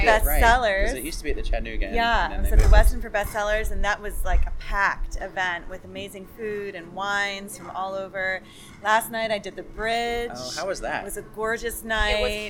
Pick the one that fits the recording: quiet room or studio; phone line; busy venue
busy venue